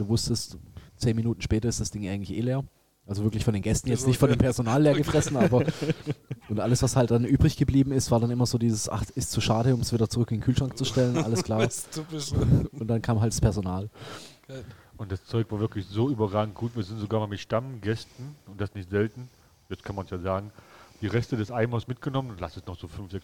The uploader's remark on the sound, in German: Gemütlich im Ferdinands. Obwohl schon nach Feierabend gabs noch ein paar leckere Desserts für uns, bevor wir mal wieder mit neuer Technik unsere Aufnahme gestartet haben!